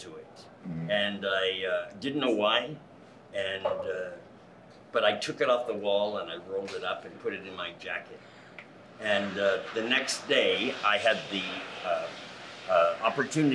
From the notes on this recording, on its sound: while we were in Palm Springs Live at the Tool Shed bar during Palm Springs Leather Pride weekend